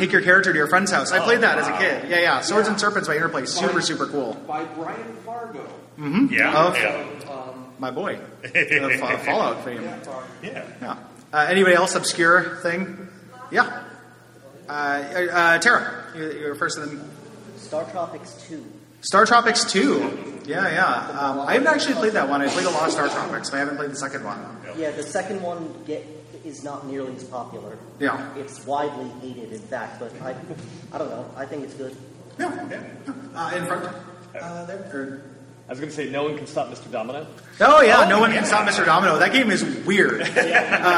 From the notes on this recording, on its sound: This is a live episode from the 2019 Portland Retro Gaming Expo.